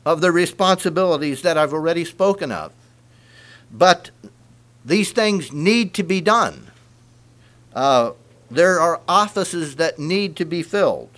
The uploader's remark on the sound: Message preached at Word Of Hope, Sunday Morning, October 22, 2023